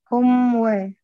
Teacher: هي غنة ناقصة أم، يعني بتعمل الشفتان والغنة من الخيشوم تكمل الصوت، نسبتها ضئيلة جدا